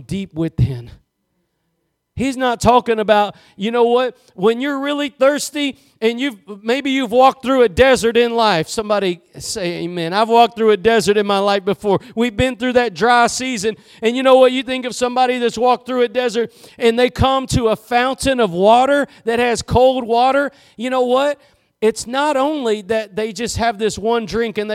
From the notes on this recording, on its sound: Preached at Gospel Lighthouse in Bossier City, La.